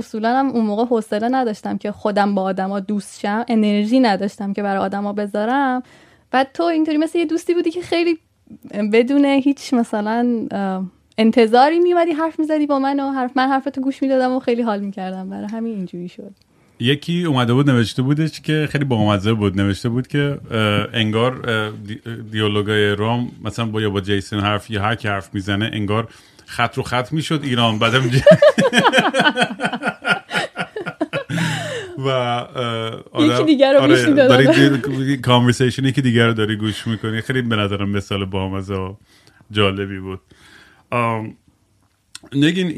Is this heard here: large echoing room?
no